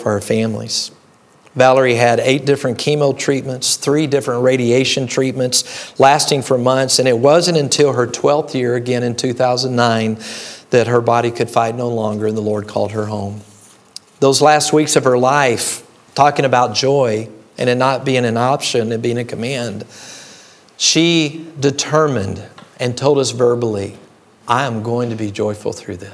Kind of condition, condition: setting, large echoing room